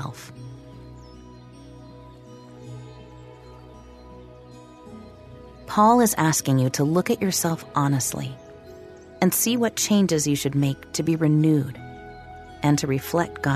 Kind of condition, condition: fault, sounds in the background